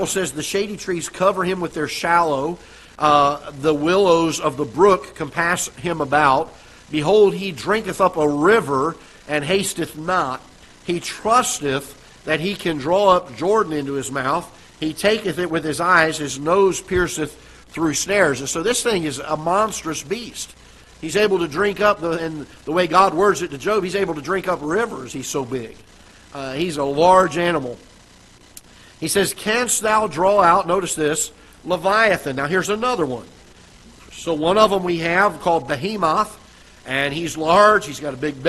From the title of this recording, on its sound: Ketha Heights Baptist Church ~ Live Broadcast